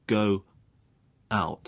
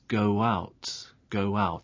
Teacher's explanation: Now, go ends with a vowel sound, and out begins with a vowel sound. Now, to make a smooth transition between the two sounds, there is a linking w sound · Shown in: second take · So it's not go out.